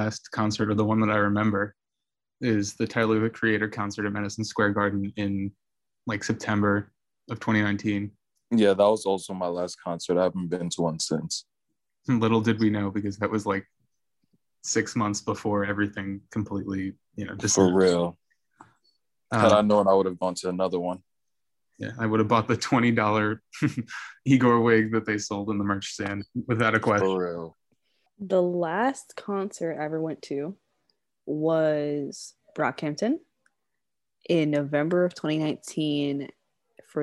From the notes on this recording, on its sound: sit down over Zoom to chat